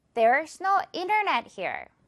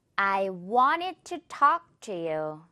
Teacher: T 앞에 N 있을 때 N만 발음하는 경우들 있다는 거